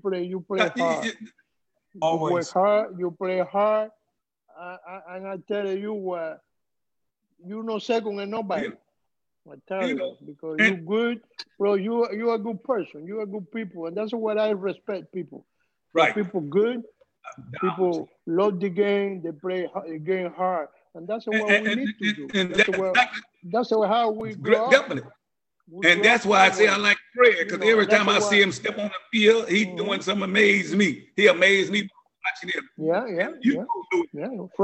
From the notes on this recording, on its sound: LIVE ZOOM CONVERSATION.